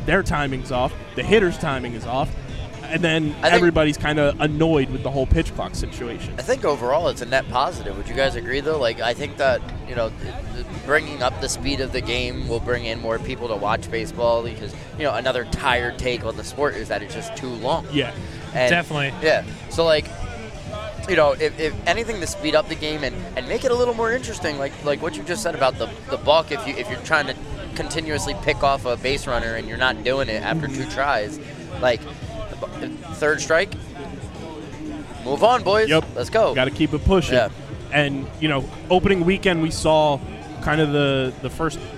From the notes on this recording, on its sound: LIVE from the Jetro Lot before Phillies Opening Night for our first LIVE podcast of 2023!